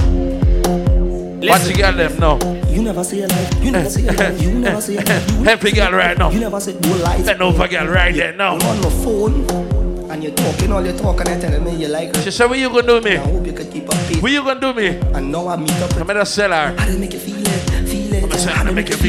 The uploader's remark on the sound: Live In Mary's Resort Bartica